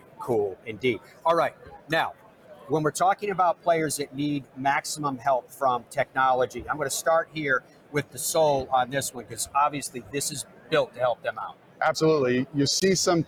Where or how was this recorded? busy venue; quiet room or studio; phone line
busy venue